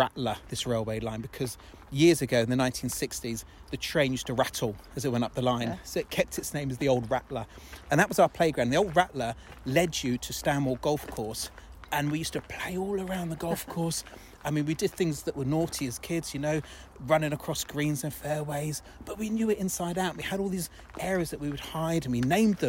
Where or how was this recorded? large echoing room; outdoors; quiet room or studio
outdoors